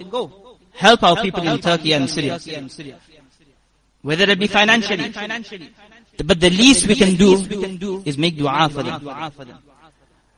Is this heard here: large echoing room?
yes